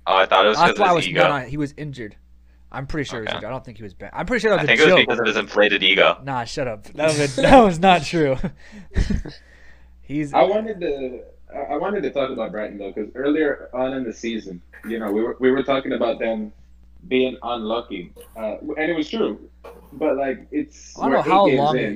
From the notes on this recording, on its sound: We had some technical issues and we apologize for that.